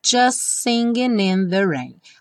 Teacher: O T do just não é pronunciado.